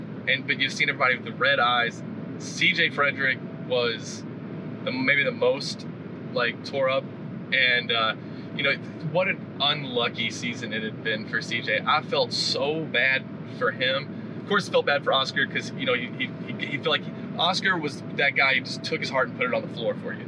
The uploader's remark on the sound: recorded on their way back from Greensboro, North Carolina